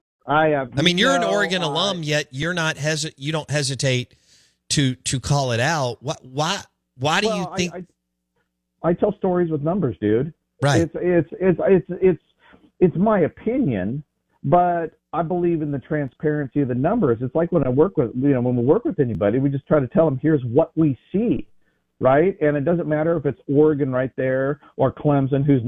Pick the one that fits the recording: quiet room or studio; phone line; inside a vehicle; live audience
phone line